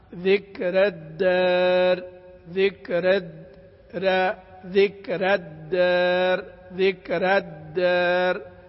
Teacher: الراء في ذكرى مرققة ولكن ليست ممالة، والدار الألف مقللة